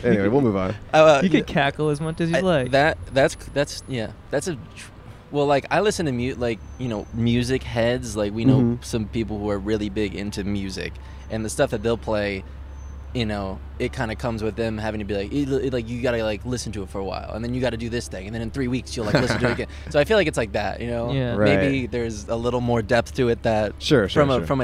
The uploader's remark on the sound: Recorded on Brand Blvd in Glendale, CA.